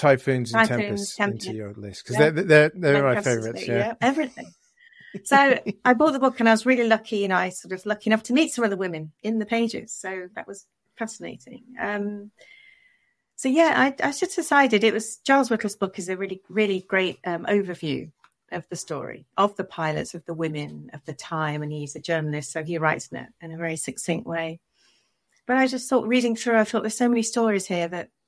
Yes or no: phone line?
no